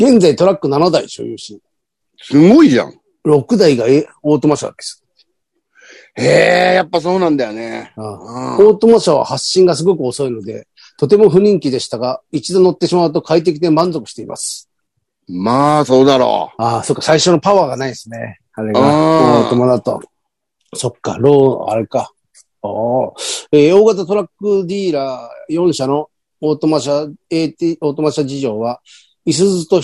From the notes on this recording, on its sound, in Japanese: ZOOMで収録